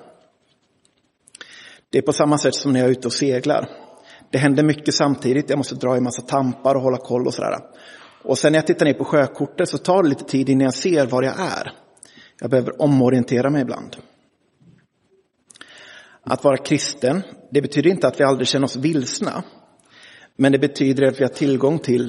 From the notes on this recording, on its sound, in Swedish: Inspelad i Roseniuskyrkan den 25 juni 2023.